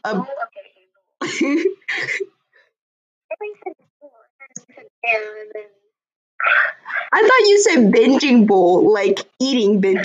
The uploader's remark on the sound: I'm sorry for the horrible audio quality today. I did not realize that my phone speaker was not facing the microphone on my laptop until I went back and listened.